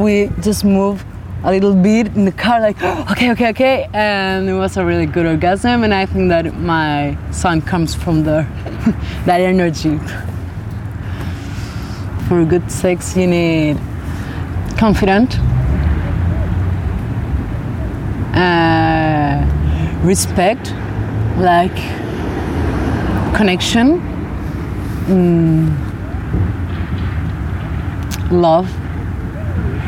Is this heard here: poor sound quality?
no